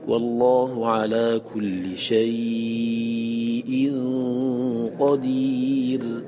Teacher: عندنا ياء ساكنة مفتوح ما قبلها وبعدها همزة، فهذا لين مهموز أي بعده همزة، فيمد الياء من أجل الهمزة